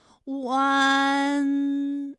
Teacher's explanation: 舌位向前迅速滑降到不圆唇的前低元音啊的位置呢，就开始升高，发啊后软腭下降，逐渐将鼻音色彩增强，舌尖迅速移到上齿龈部，最后抵住上齿龈，发出鼻音呢的状态。看啊，大家感受一下从合口改为开口状的状态，弯，是不是先从合口，然后最后变成了一个开口的状，然后最后尾音的时候呢，是要到达一个鼻腔，发出一个鼻音呢的状态